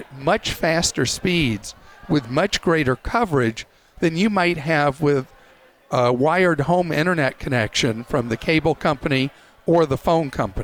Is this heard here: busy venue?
yes